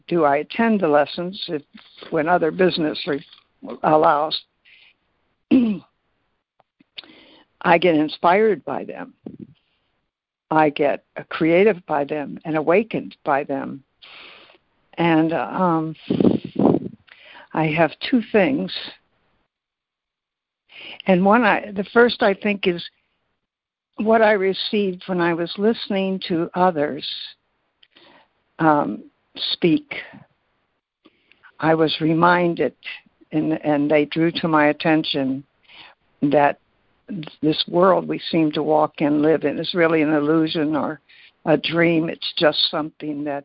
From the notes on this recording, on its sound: ACIM Daily Conference Call